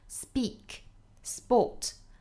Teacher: 比如说我们知道的讲话 speak 还有像这个运动 sport 都是 p 浊化成 b 的发音 speak sport 那么今天这个单词也是一样的虽然它的音标写的是 t r tr 但是我们要知道 s 后面的这个 tr 要浊化成 dr 的发音